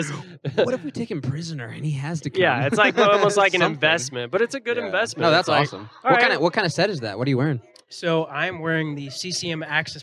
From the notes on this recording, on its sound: We're back to finish the live event with the Dallas Stars and Fort Worth Barracudas